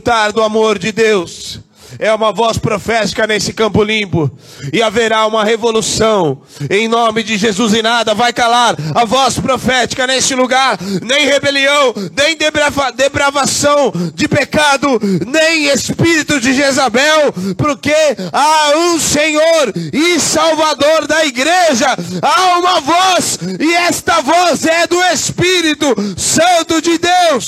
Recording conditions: large echoing room